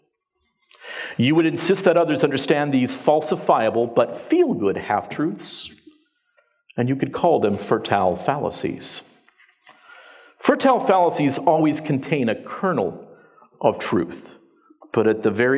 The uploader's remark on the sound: The opening presentation from the 2019 Sovereign Nations Conference, Speaking Truth to Social Justice, held in London, England.